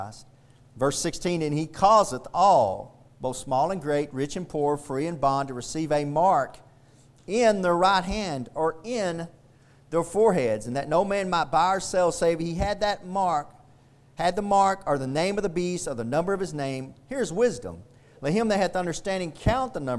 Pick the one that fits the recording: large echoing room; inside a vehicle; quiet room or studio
large echoing room